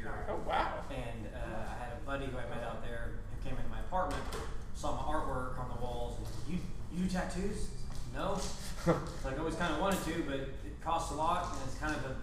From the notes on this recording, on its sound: we record from Burg's Hair Parlour